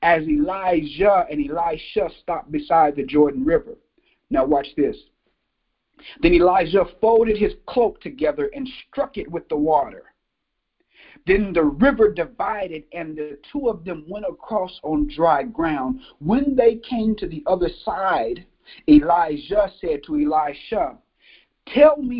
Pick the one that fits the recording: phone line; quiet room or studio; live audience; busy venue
phone line